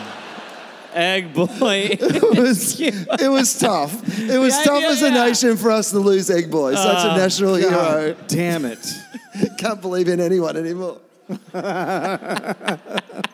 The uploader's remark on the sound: Recorded at Hamer Hall live in Melbourne